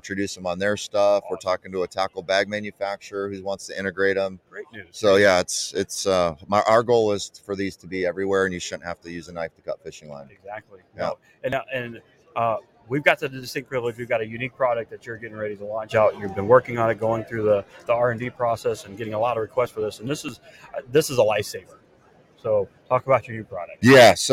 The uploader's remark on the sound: Live from ICast '23